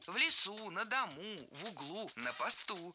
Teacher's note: В слове «пост» всегда ударение падает на окончание, если оно не нулевое, конечно. Но не на посте, а на посту.